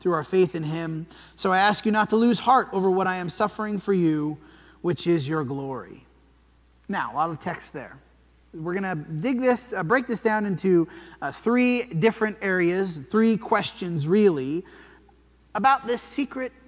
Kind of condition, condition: setting, large echoing room